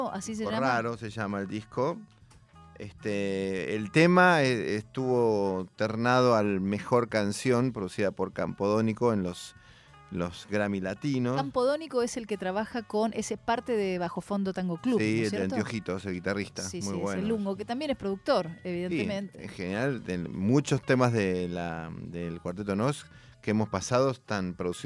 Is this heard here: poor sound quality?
no